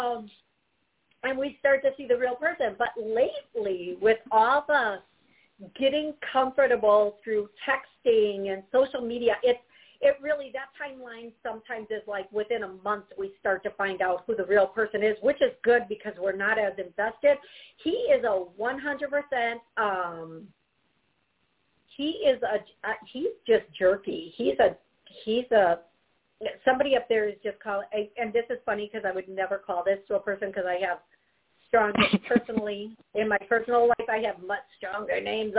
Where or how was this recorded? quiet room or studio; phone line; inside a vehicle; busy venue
phone line